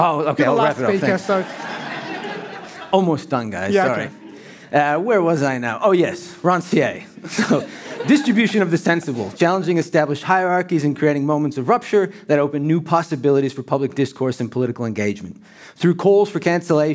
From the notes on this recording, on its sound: Recorded at The Parley Debate Event in July 2023